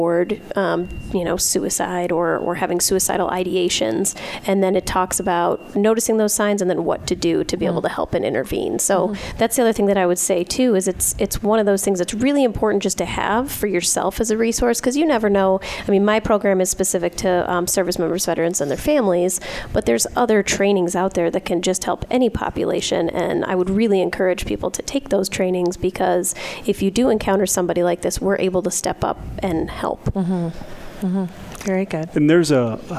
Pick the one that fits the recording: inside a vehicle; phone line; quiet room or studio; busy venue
busy venue